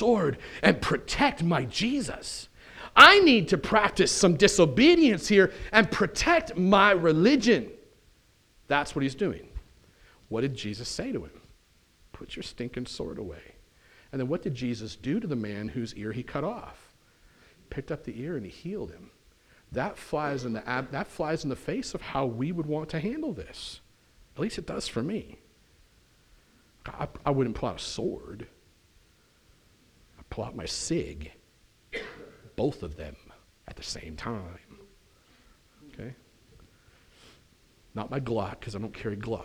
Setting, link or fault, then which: setting, large echoing room